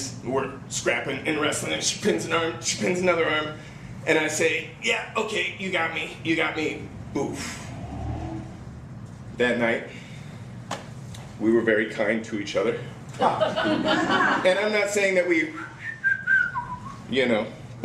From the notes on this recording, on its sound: Live at Story Salon.